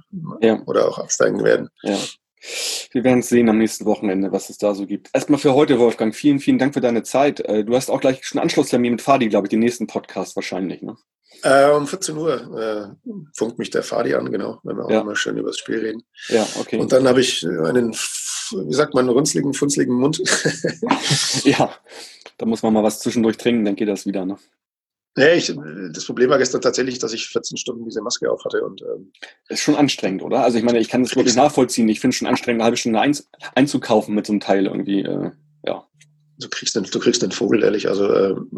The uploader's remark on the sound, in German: Musste ich heute kurzfristig auf ein neues Aufnahme-Setup ausweichen – Zoom statt Skype. Scheint ganz okay funktioniert zu haben, obwohl ich erst skeptisch war.